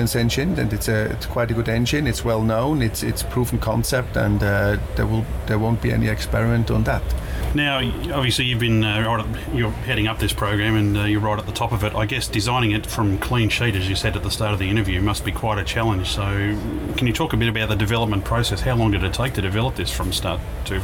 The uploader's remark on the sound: recorded at the 2015 Australian International Airshow